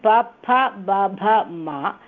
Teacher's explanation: एते वर्णानां स्थानं तु ओष्ठौ